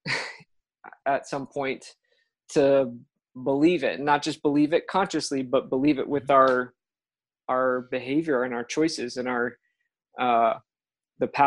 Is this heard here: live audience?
no